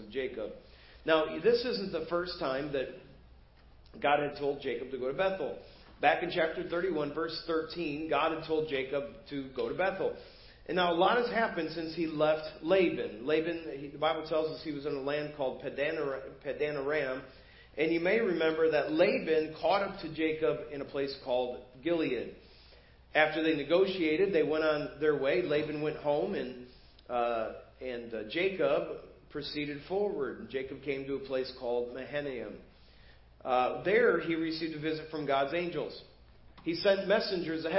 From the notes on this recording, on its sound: Preached at First Baptist Church of Hazel Park